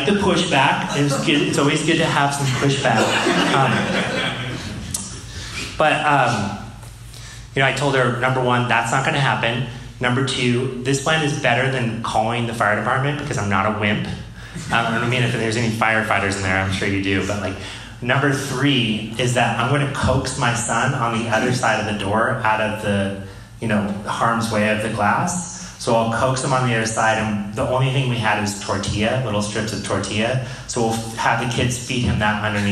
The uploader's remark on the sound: This episode of The Dad Project is a live recording. This episode was recorded in front of a live audience and is followed up with audience Q&A.